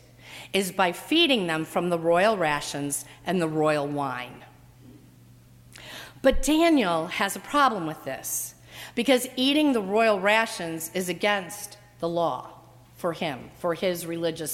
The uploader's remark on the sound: during the 7:00 PM Ash Wednesday service on Wednesday February 14, 2018, at First Presbyterian Church of Arlington Heights, Illinois.